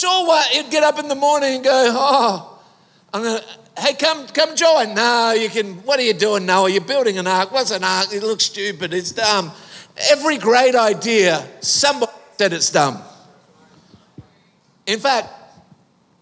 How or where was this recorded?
live audience